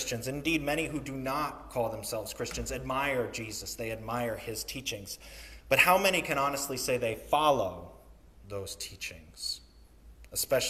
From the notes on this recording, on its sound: Sermon recorded on the Third Sunday in Lent